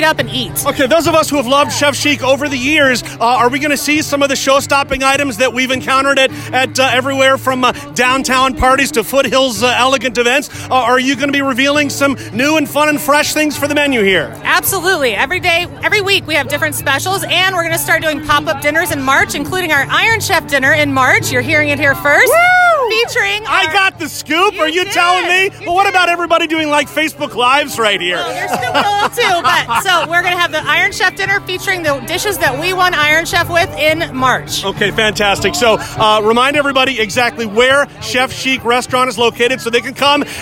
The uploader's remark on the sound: Just seconds after she cut the ribbon in front of a crowd of fans who gathered outside her new eatery, Chef Chic.